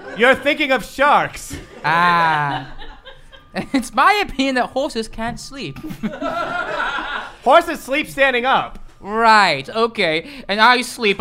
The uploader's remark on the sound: LIVE in Brooklyn. This was our first ever live show, recorded in Brooklyn New York, with an audience of just Patrons.